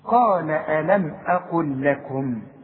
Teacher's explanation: عند الوصل بنقولها لام واحدة لأنها بدون تشكيل